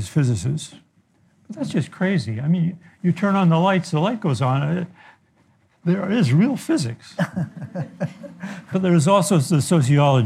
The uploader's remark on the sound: Live in conversation with Nobel Prize-winning astrophysicist. Take questions from our live audience.